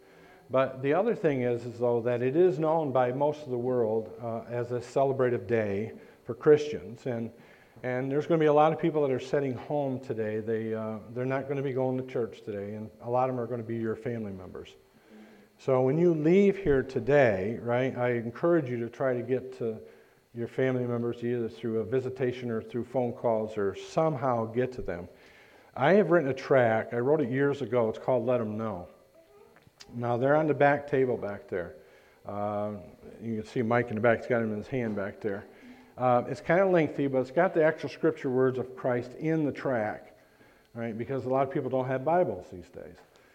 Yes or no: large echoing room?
yes